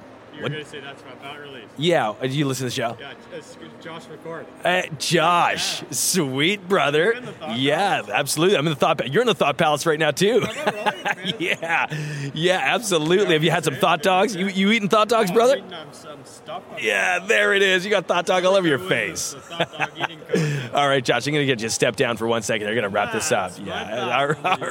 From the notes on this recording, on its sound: Special on-location episode from the Innovation Now conference in Pittsburgh. Various conference attendees.